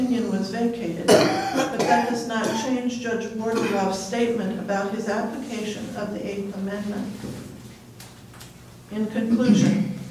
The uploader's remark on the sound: Live recording of Astoria City Council Meeting, Oct 1, 2018.